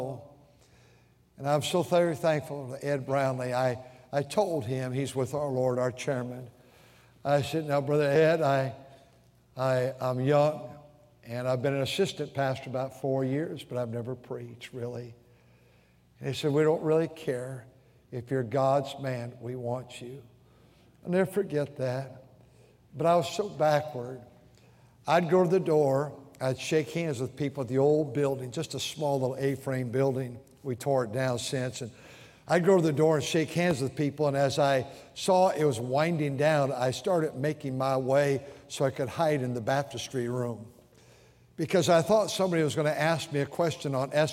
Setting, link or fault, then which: setting, large echoing room